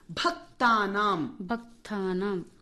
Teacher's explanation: భక్తానాం, భక్తానాం, భక్త కాదమ్మా, భక్తానాం. భ మహాప్రాణము, క్తలో మహాప్రాణం లేదు, సంయుక్తాక్షరం ఉన్నది.